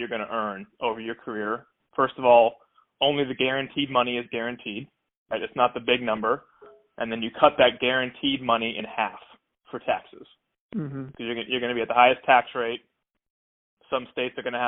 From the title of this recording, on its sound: Phone Audio